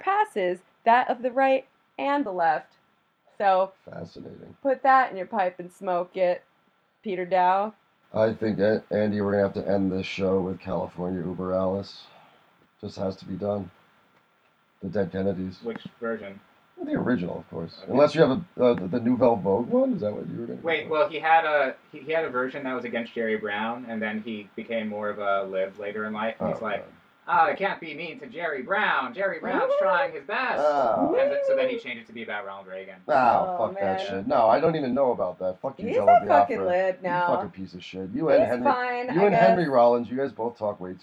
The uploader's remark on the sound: Sorry for the poor sound quality. Our new set-up sounds more DIY than we'd like it.